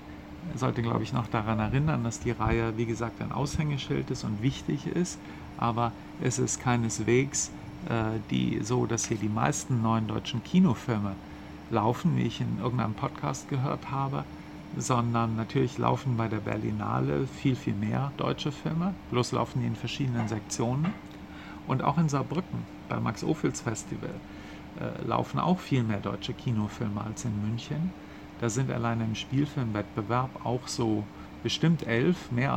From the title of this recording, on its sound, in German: Live vom 40. Filmfest München